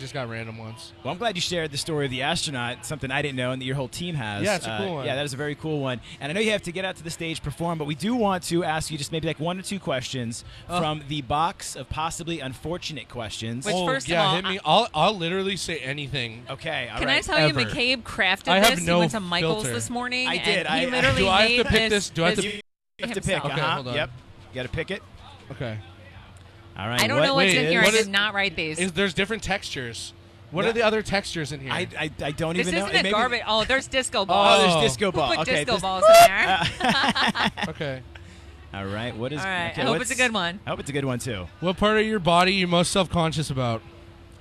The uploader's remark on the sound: The Mix is live backstage at Lollapalooza 2023!